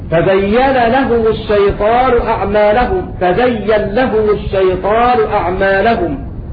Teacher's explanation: أضغمنا النون في اللام لأن النون وقعت بعد متحرك